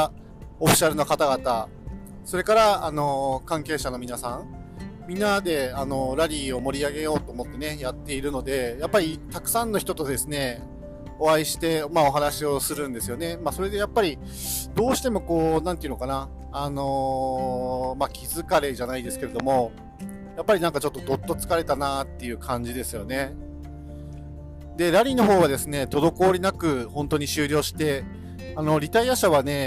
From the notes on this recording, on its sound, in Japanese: 高速道路走行中に収録したので、少し雑音があります。